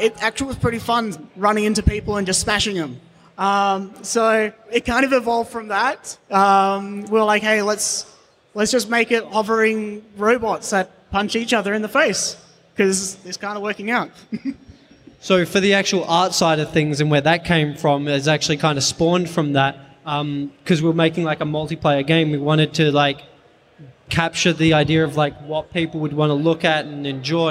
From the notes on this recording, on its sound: Live at Perth Games Festival 2017. We're back for another live episode at Perth Games Festival. From our home state of Western Australia.